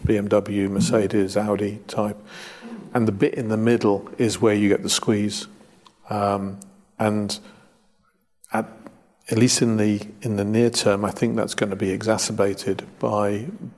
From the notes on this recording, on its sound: Recorded LIVE. A live audience at the Royal Automobile Club.